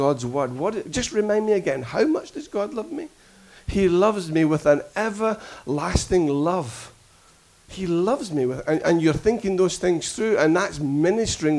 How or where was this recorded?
large echoing room